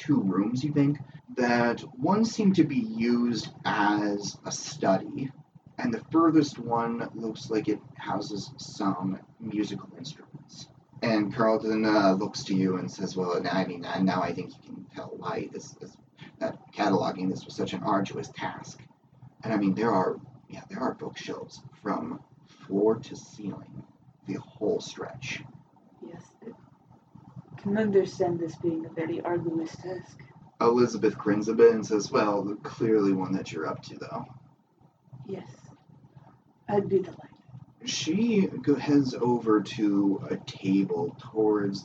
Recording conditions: poor sound quality